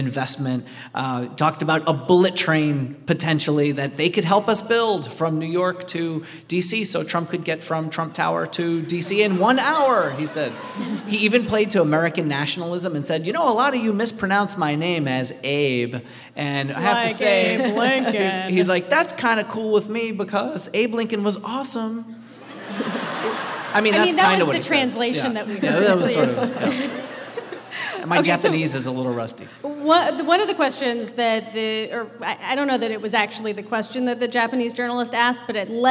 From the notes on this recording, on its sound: Recorded Friday night at the Warner Theater in Washington DC, in partnership with member station WAMU.